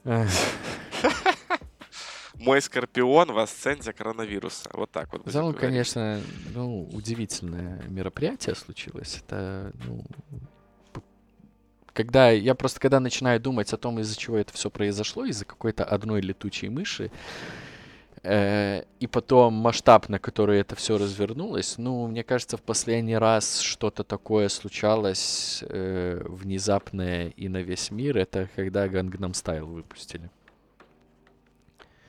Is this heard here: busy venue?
no